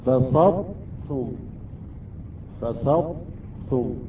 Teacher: إذن الطاء لا تحذف بالكامل مع التاء، أصبح إدغام الطاء بالتاء، ولكن الطاء لا تحذف · Term: إدغام ناقص